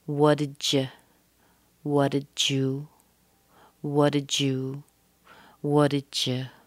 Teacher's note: Or we could connect these sounds. The D plus the Y gives a J sound.